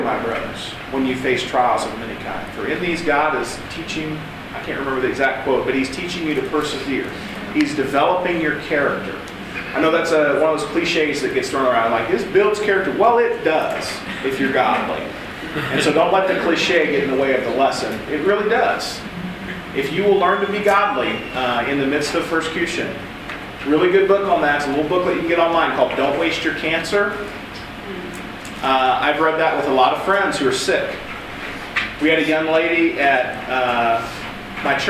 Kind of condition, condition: setting, live audience